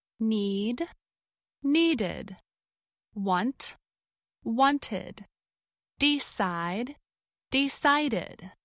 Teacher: if the regular verb ends in either a t sound or a d sound, pronounce the ed ending as id, which creates a separate syllable at the end of the verb